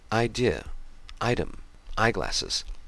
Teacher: The I is a diphthong. It combines the a as in father with the I as in myth, and is the first sound in idea, item, eyeglasses, and the medial sound in arrival and survival.